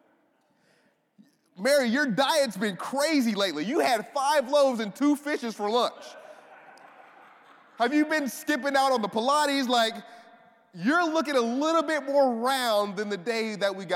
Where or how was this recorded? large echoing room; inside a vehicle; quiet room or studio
large echoing room